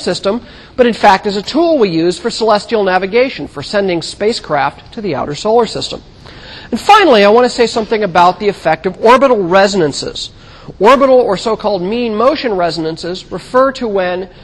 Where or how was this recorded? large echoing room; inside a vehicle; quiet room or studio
large echoing room